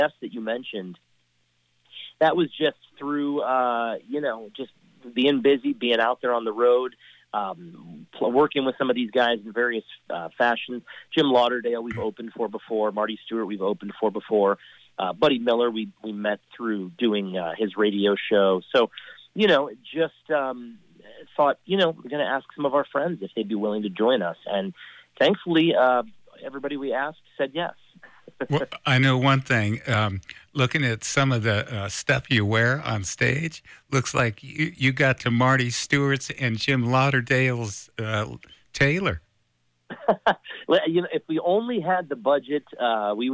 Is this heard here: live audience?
no